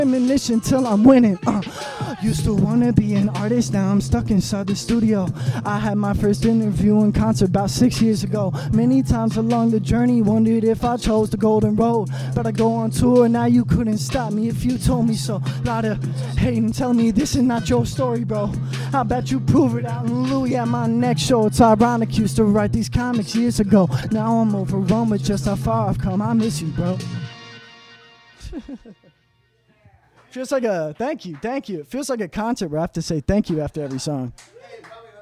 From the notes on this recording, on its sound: Awesome Christmas party with live music.